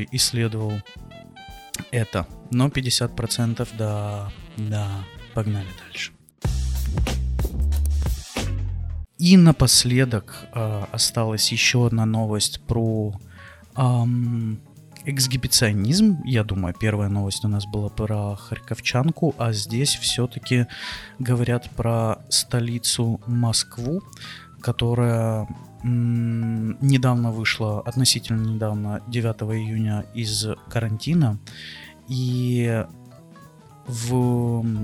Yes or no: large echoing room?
no